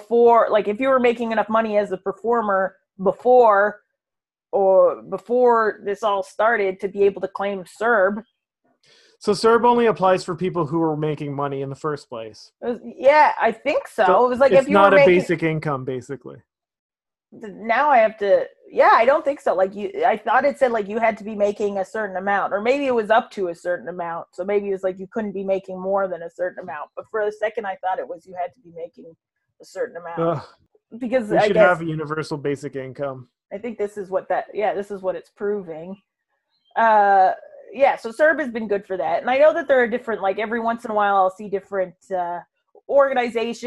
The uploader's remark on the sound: This episode was recorded in the beginning of Phase 2 of the re-opening period in Ontario. We're finding Zoom is just WAY more convenient!